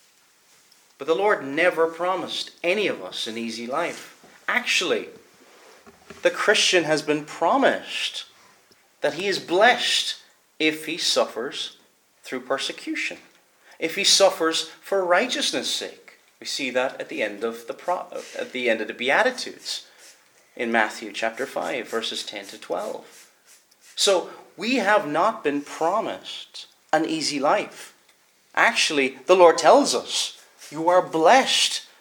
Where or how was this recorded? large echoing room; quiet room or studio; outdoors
large echoing room